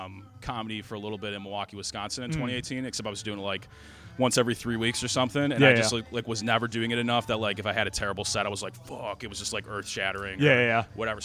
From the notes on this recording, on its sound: Recorded outside the comedy open mic at Wits End Saloon.